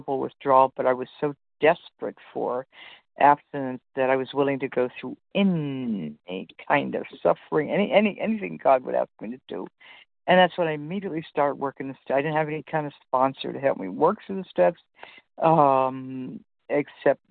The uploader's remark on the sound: 100 Pounders Phone Meeting